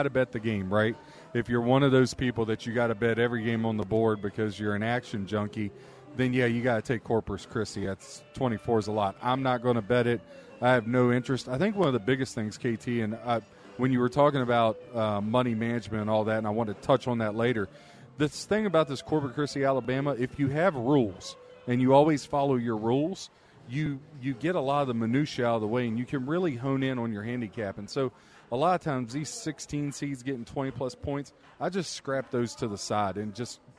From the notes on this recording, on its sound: "Live" from #SteinersPub in Las Vegas